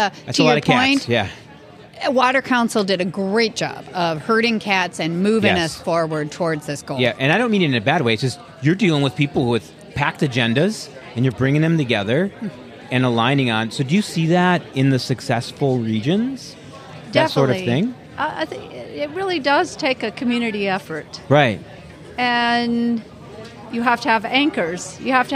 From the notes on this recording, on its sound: This episode, recorded at Summerfest Tech 2023